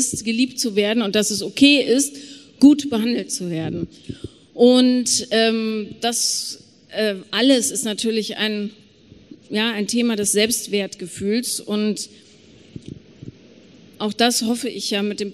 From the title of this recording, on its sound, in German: Q&A LIVE auf dem Hear & Now Podcast Festival in Köln